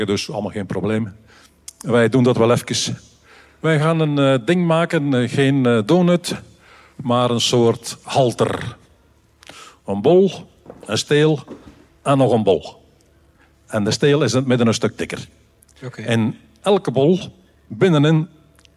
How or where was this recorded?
live audience